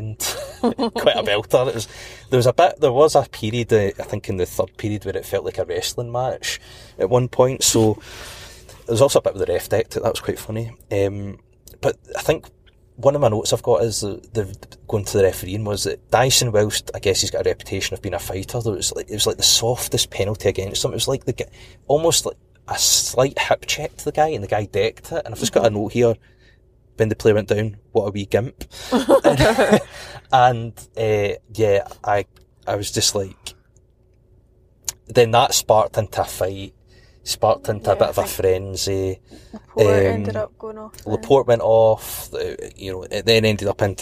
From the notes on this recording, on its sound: A podcast from the car this week.